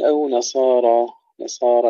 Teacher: ترقيق النون قبل الصاد المفخمة